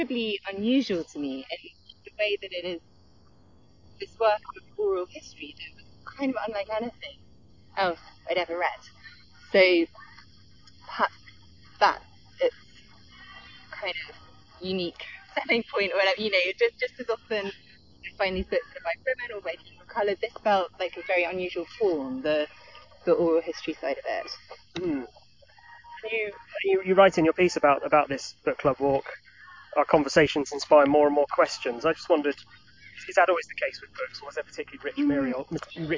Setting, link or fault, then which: setting, outdoors